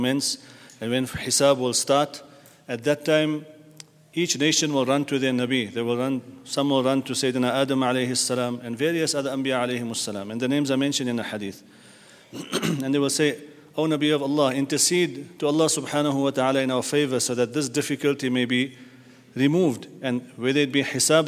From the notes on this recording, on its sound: at the Houghton Masjid (West Street)